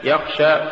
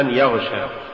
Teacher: ولولا همس الخاء لصارت غينا